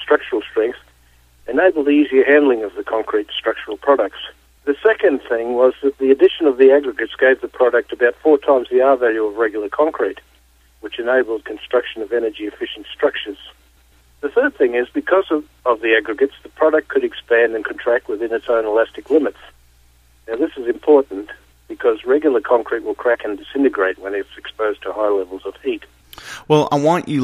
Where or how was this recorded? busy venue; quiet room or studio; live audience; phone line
phone line